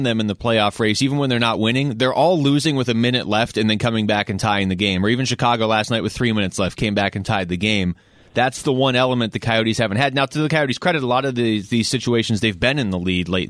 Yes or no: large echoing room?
no